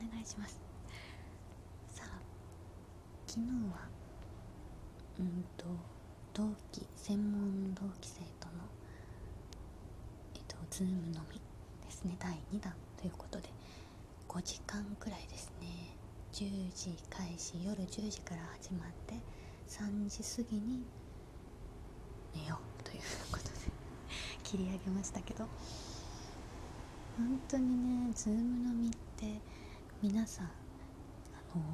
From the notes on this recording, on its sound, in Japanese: 久しぶりのベランダ配信。風が気持ち良いですね。ベランダこそこそ配信。